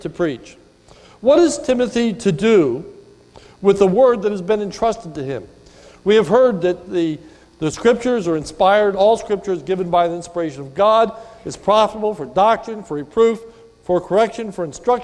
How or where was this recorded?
large echoing room